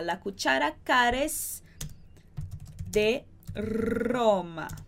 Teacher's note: faz uma transição tão rápida do A pro E que a gente praticamente junta e tira esse A